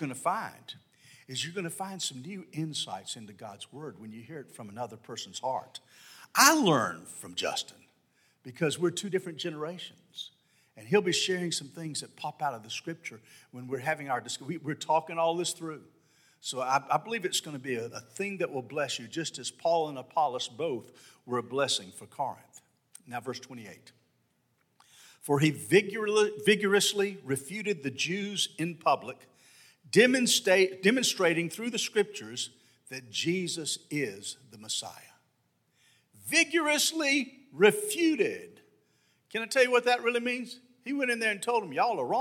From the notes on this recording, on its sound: This sermon was delivered on August 28, 2022 at First Baptist Church Hendersonville, NC.